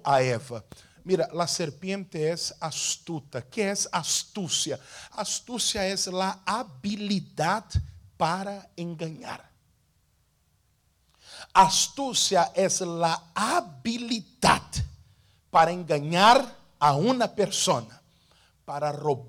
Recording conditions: large echoing room